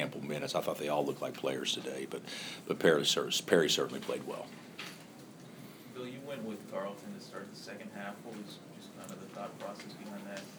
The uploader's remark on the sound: Press Conferences & Post-Game Interviews